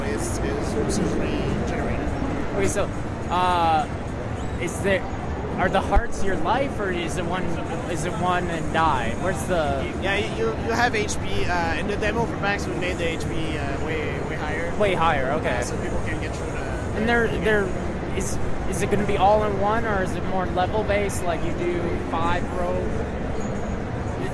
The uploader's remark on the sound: This is the third of the audio interviews I did while at PAX East 2016.